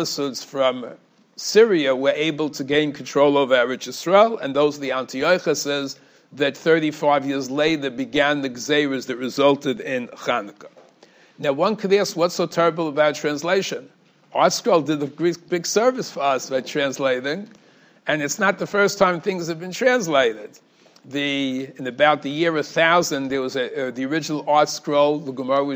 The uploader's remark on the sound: Shiur recorded in Yeshivas Ohr Reuven, Monsey, NY.